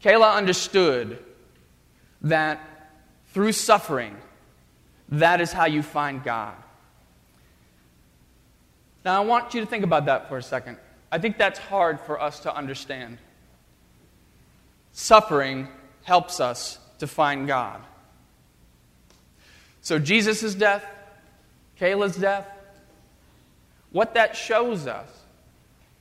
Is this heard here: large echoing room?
yes